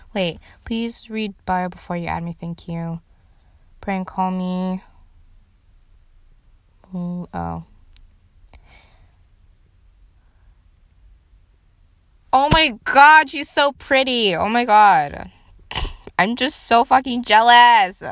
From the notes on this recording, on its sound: Listen to me ramble on about things on my phone!